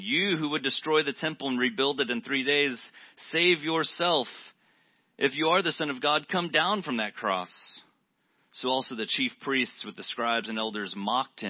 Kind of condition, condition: setting, large echoing room